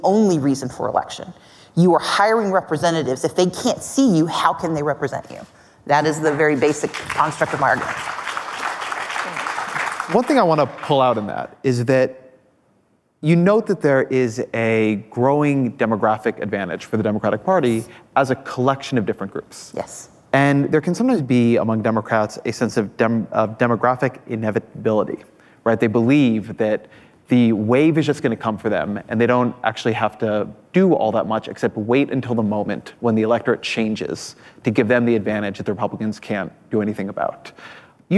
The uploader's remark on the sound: Live at Code 2019